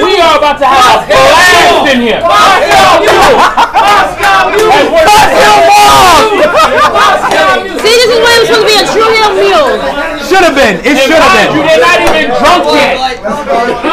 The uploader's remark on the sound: live at Legends for the AEW Double or Nothing viewing party